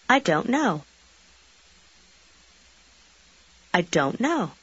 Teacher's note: Заключительный звук в слове don't почти исчезает, и слова практически сливаются в одно.